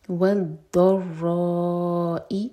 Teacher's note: ضاد اور را دونوں پر شدہ ہے دونوں اسٹرانگ پڑھے جائیں گے ضاد بھی ہیوی ہے اور را بھی ہیوی را چار حرکا لمبا اور حمزہ پر کٹ آف ساؤنڈ والضراء